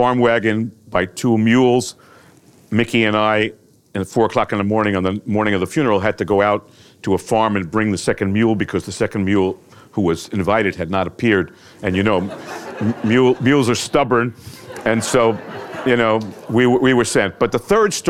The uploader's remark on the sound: in front of a live audience